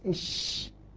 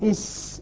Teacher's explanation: فصارت قريبة من الشين. يعني لولا انتشار الهواء في الفم الذي يحدث مع الشين لخرج من بين الثنايا وحدث الصفير، حدث الصفير وصارت سينا، وصارت سينا إلى حد ما. · Term: التفشي